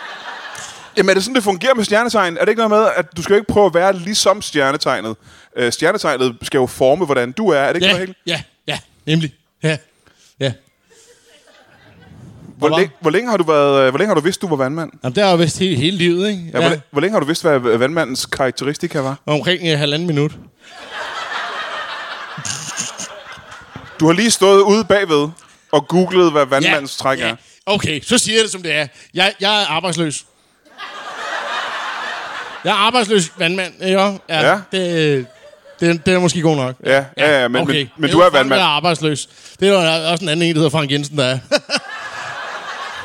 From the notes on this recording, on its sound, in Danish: Optaget live foran et altid mageløst publikum på et altid mageløst Ramsømagle forsamlingshus.